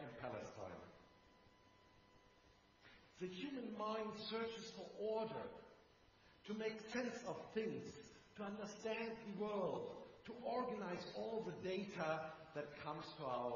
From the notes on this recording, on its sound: Sunday Worship from Houston and Killellan Kirk